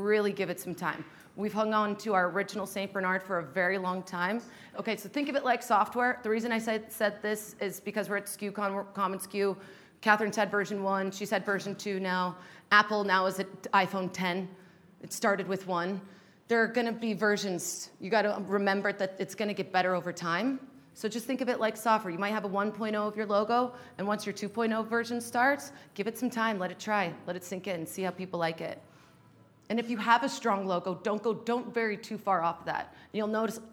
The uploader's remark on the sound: Shared with the skucon audience in Las Vegas where she delivered a talk.